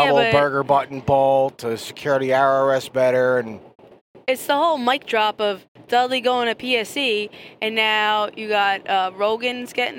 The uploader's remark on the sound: After range time chat in the car.